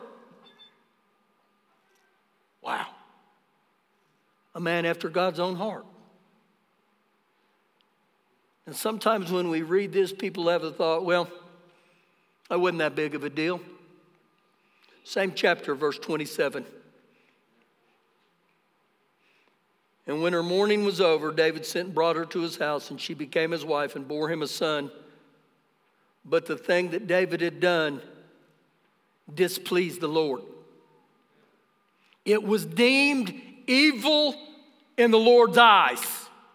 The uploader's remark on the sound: Recorded live during our Sunday morning service